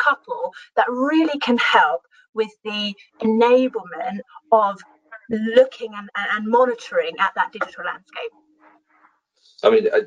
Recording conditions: video call